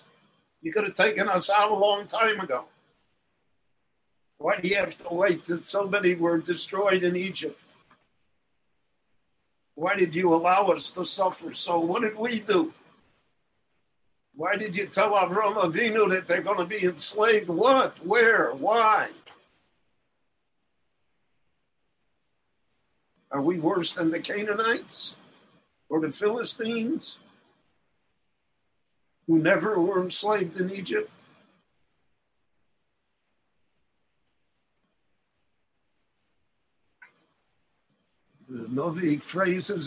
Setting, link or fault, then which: link, video call